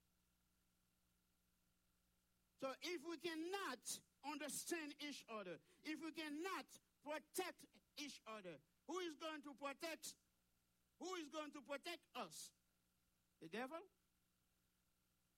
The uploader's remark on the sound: Sunday Service Live